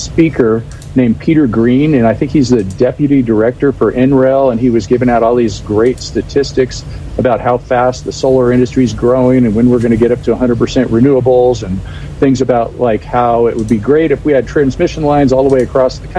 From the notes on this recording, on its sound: At the American Solar Energy Society Conference in Boulder Colorado. Joining us LIVE from Boulder Colorado at the ASES Conference (American Solar Energy Society).